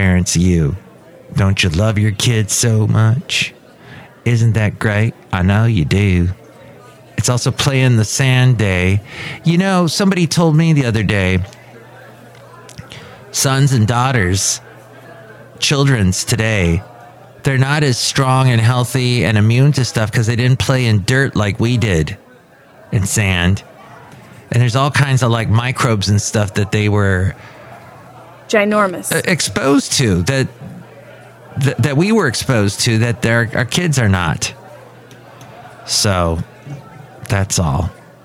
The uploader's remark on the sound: podcasts live from Café Anyway